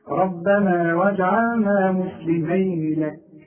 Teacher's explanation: لما قلت مسلمين لك ما مدتش، ما عنديش مد اطلاقا. شوف ربنا واجعلنا مسلمين لك، مفيش مد، حقف بقى، وقف اضطراري، وقف تعليمي.